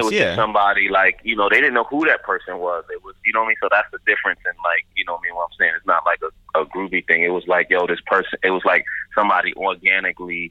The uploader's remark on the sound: QUARANTINE RADIO. We call up legendary choreographer. While we're all social distancing. We get on the phone with Fear of God designer.